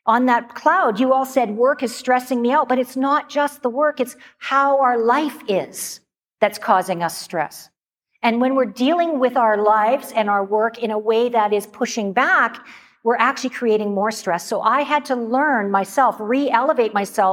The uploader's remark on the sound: Live Excerpt. This episode is from a video clip of a recent keynote.